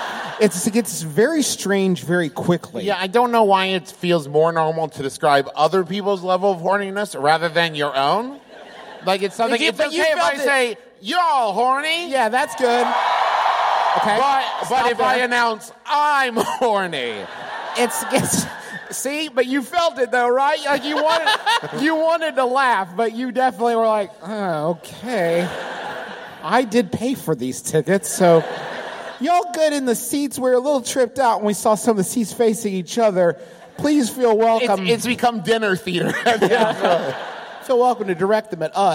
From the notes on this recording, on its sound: Here's another one of our live shows from our recent tour of America's most Northeastern reaches -- this time from the Wilbur in Boston! This was our first of two shows that night.